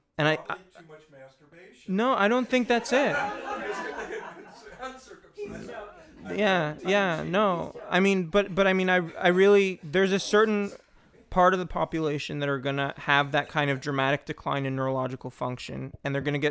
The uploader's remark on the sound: This is a recording of the discussion that occurred around the screening. Sex and Culture series in Van Nuys, CA.